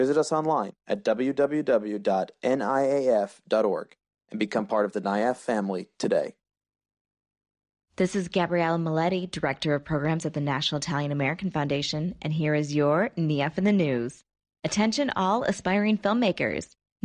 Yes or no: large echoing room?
no